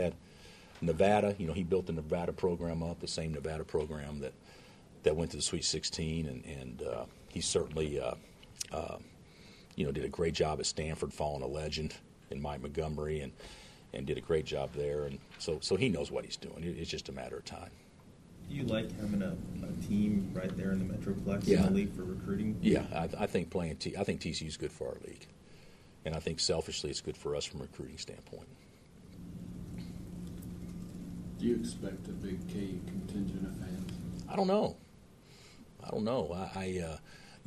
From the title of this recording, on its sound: Press Conferences & Post-Game Interviews